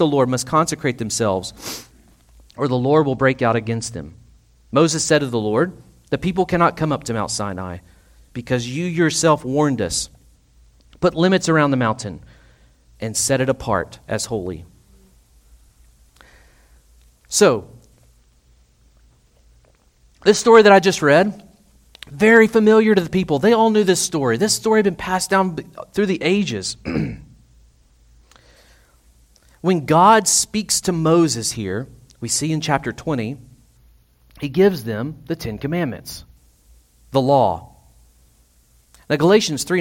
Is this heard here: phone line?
no